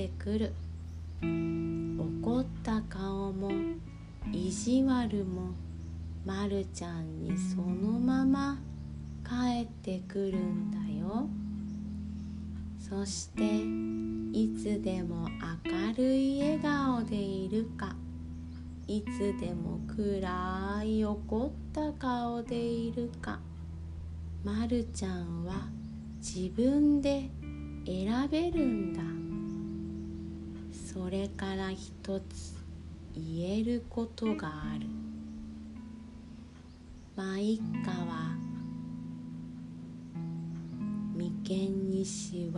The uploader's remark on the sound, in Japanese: 毎回、乳飲児を抱きながら、おぶりながら録音しています笑。寝息が入っているかもしれません。